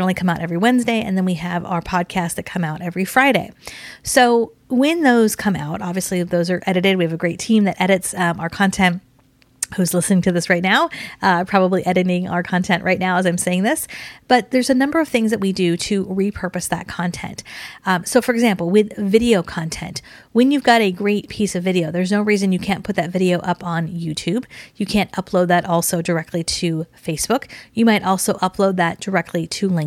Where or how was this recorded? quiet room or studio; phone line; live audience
quiet room or studio